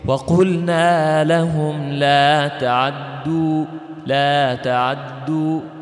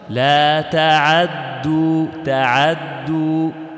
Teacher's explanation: خطفا للحركة، هناك تبعيض للحركة، لكن المحذوف قليل والمقروه هو الكثير · Shown in: first take · Term: الاختلاس